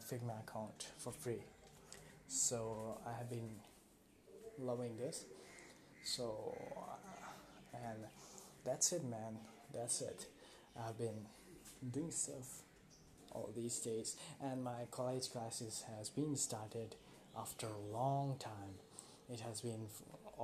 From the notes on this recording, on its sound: Sorry for the low voice I didn't had a clear idea on what pitch I should talk in the episode because I was using different mic.